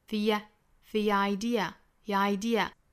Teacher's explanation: the 很快过渡到后面的重点词两个元音连读了加耶